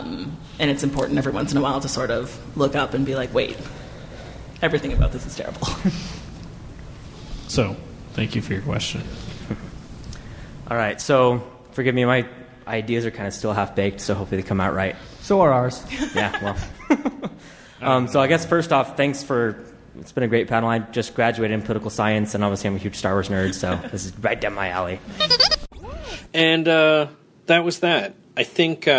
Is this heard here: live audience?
yes